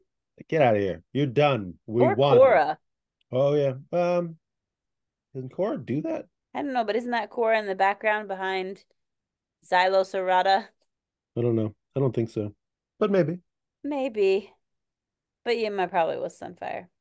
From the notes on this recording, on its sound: Apologies in advance for the sound this week friends, we're recording on zoom.